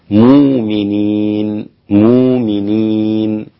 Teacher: والإمام ورش، أبدل الهمزة واوا، أبدل الهمزة واوا